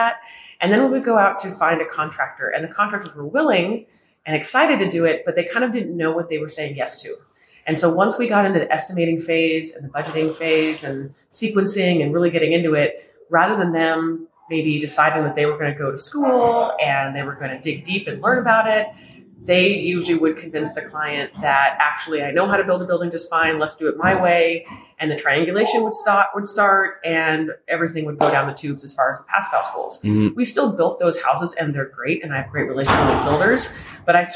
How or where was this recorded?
busy venue